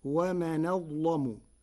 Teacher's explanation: قرأ ورش كلمتي ومن أظلم بنقل حركة الهمزة إلى الساكن قبلها وتغليظ اللام